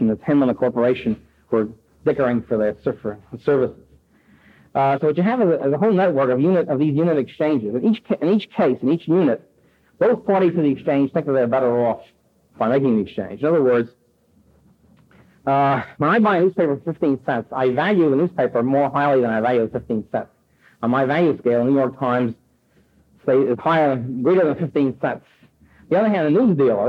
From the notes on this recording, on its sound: presented at New York Polytechnic University in 1972